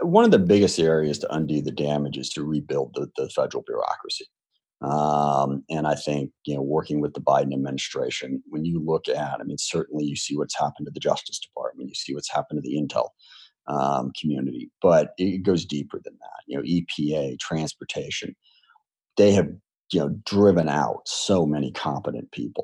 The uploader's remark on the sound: This discussion was recorded live for an online town hall on Saturday, June 20th, 2020.